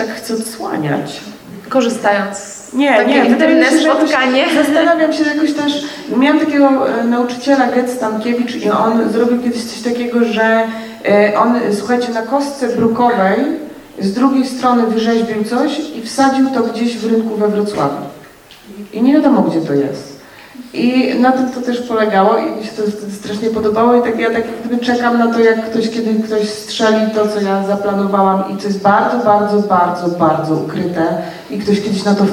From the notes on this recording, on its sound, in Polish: nagrany został w katowickim kinie Światowid 21 marca podczas przedpremierowego seansu